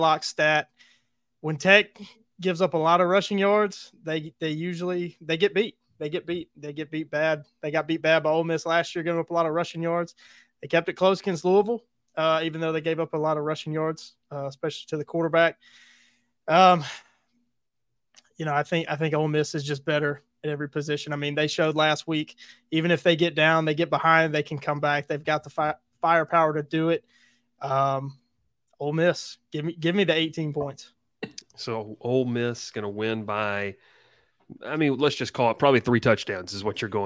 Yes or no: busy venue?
no